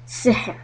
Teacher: if you stop on the word السحر then the ra will be heavy